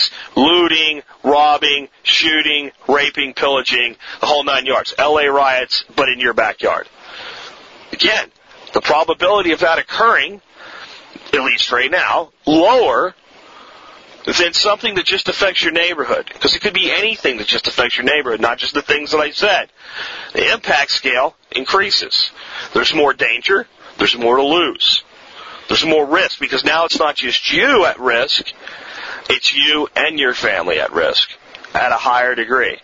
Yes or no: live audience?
no